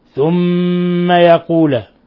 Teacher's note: ميم مشددة تغن مقدار حركتين لأن هذا حرف غنة مشدد. الميم المشددة تعامل معاملة النون المشددة، ففيها حرف غنة مشدد يغن مقدار حركتين.